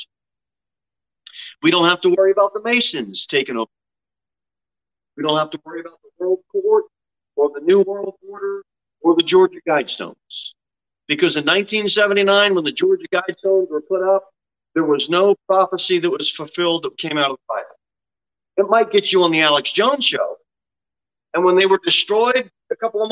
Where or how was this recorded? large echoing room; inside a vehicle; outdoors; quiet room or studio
large echoing room